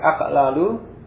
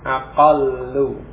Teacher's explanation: dua huruf yang sama ini kemudian diidghamkan, dijadikan satu lam, yakni yang lam yang awal kemudian dia disukun, diidghamkan pada lam yang kedua · Shown in: second take · dan ada perubahan harokat, ya, dari aqlalu kemudian menjadi aqallu.